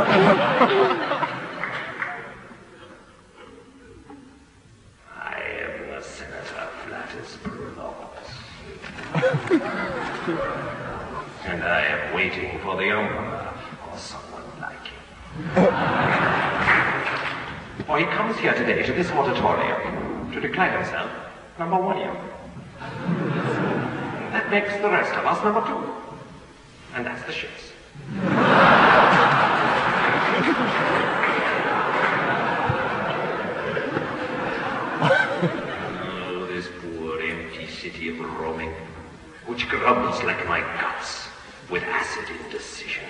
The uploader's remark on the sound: Live at Royce Hall, UCLA.